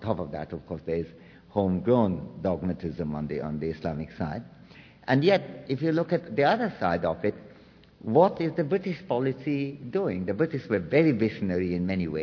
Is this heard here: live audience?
yes